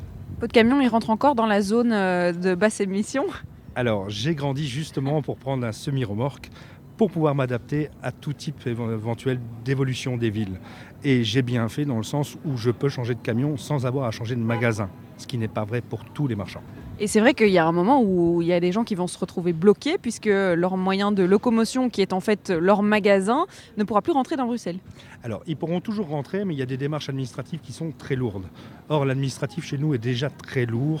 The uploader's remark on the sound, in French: Bruxelles vit ! – Depuis le marché de la place Van Meenen. Pour poser le micro de BX1+ sur la place Van Meenen à Saint-Gilles. En direct du marché saint-gillois.